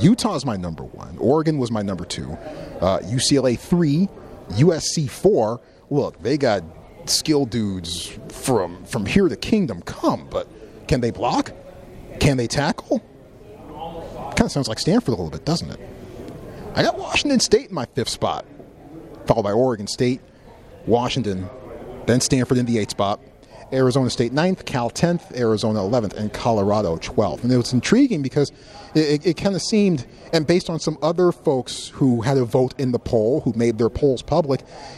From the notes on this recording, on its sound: Media Day Live From LA. Live from 2022 Pac-12 Football Media Day.